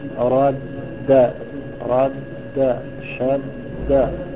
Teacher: اللسان ارتفع بالدالين، ارتفع وانحط دفعة واحدة · Term: الإدغام